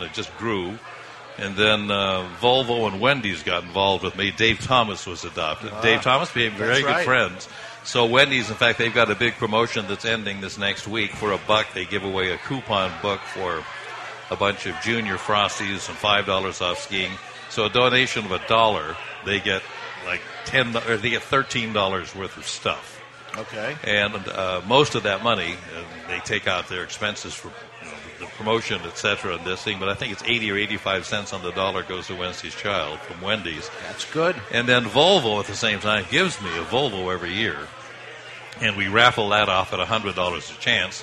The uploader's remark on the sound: Live from The Cigar Bar in Worcester, MA for this year's big NERF!